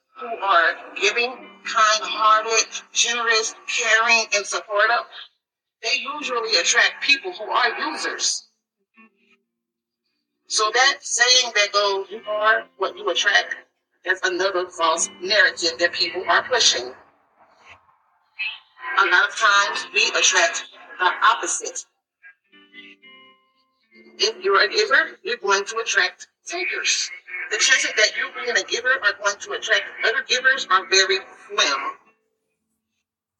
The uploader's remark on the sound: The audio quality is poor. Unedited and Raw.